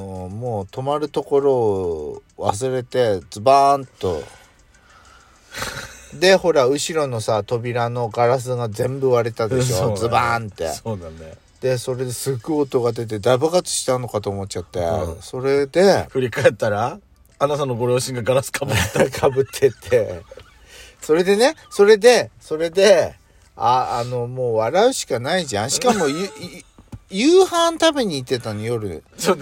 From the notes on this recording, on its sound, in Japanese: パーキング収録